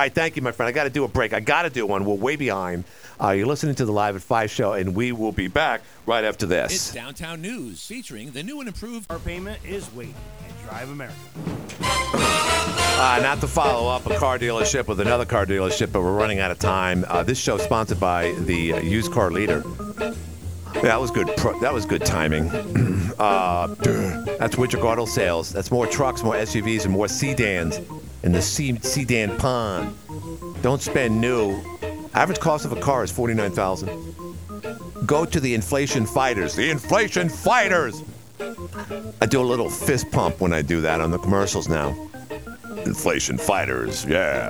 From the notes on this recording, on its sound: Oh, another council candidate called